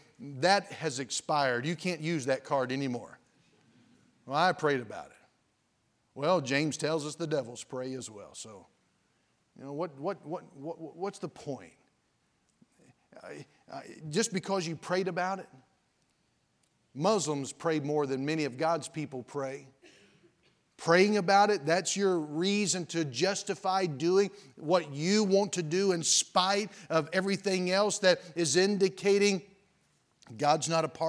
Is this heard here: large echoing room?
yes